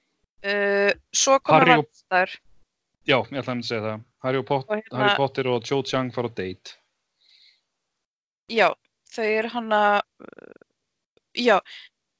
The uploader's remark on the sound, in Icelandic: hittast á Skype